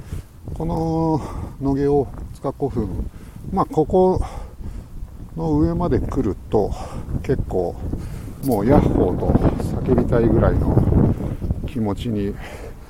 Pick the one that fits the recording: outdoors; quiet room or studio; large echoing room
outdoors